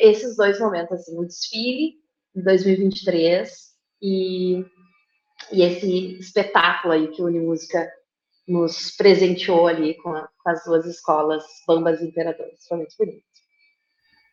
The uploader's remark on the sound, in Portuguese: A gravação do episódio foi realizada remotamente, podendo acarretar interferências no áudio.